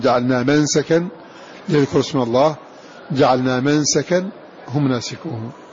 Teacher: حمزة والكسائي قرأ هذا اللفظ في موضعيه، جعلنا منسكا ليذكروا اسم الله، جعلنا منسكا هم ناسكوه، جعلنا منسكا ليذكروا اسم الله، جعلنا منسكا هم ناسكوه. وقرأ الباقون بفتح السين في هذين الموضعين